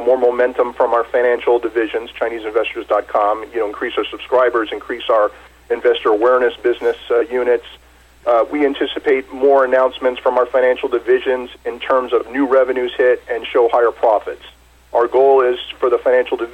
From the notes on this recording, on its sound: called in to SmallCapVoice